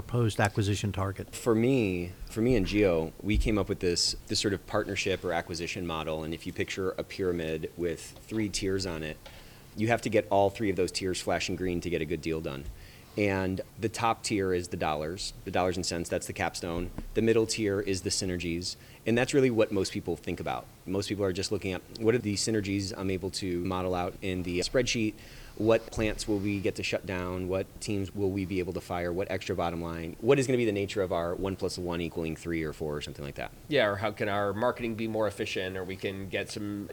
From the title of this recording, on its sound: Live at ECI